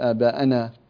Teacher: لو فخمت النون سوف يتبعها هذه الألف التي بعدها فتفخم كذلك، فبدلا من أن تخطئ في حرف ستخطئ في حرفين.